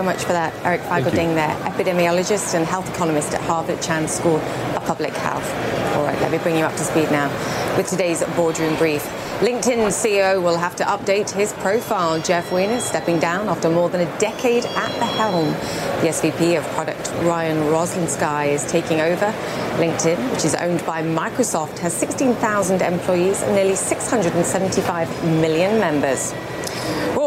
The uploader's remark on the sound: Live from the New York Stock Exchange.